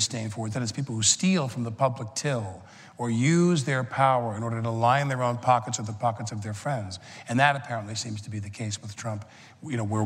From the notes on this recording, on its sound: The conversation was recorded at 92nd Street Y on November 9, 2017.